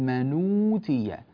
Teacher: النون هنا ساكنة بعدها همزة مضمومة، فنقلنا حركة الهمزة المضمومة إلى النون الساكنة التي قبلها، يعني نقلنا الضمة إلى النون فصارت من أوتي.